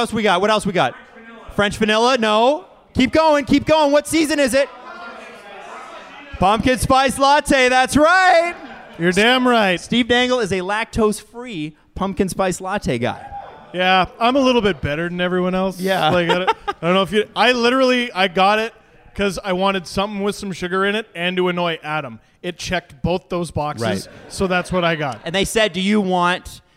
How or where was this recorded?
busy venue